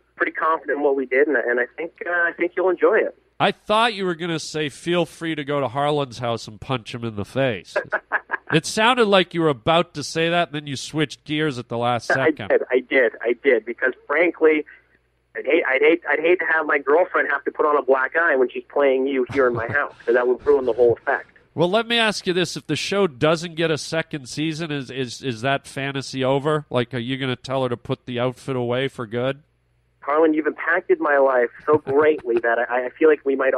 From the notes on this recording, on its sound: A phone call